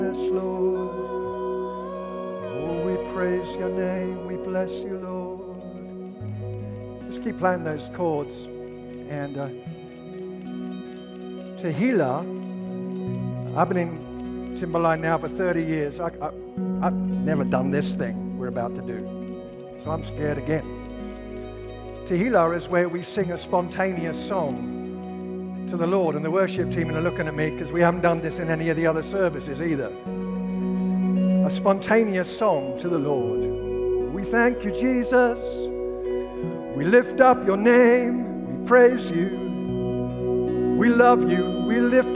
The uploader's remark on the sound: at Timberline Church